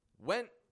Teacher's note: I'm slightly raising my tone of voice at the ending of the word.